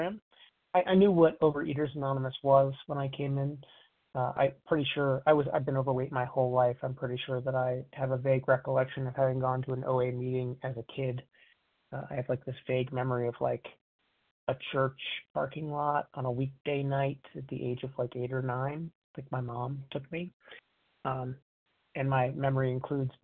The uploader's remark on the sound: 100 Pounders Phone Meeting